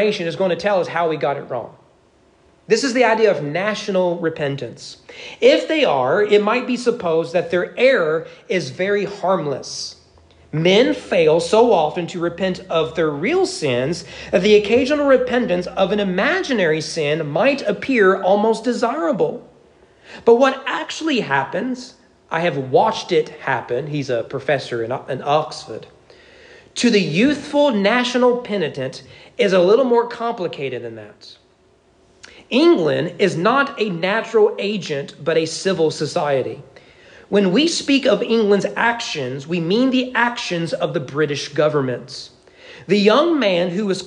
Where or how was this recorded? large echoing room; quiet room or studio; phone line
large echoing room